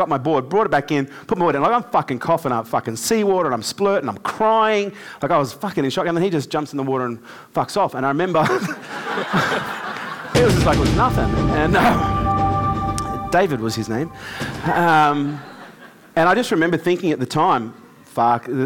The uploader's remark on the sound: LIVE with our K2 Elite audience, this time from downtown LA